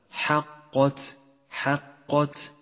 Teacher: جاء حرف القاف المفخم متوسطا بين حرفين مرققين هما حرف الحاء وحرف التاء فلا تجعل من تفخيمه مؤثرا على ترقيقهما اقرأ هكذا حقت حقت